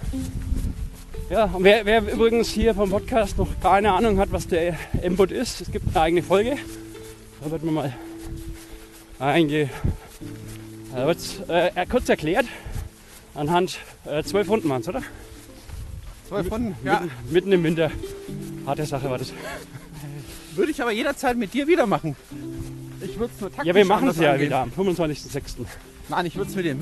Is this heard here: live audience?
no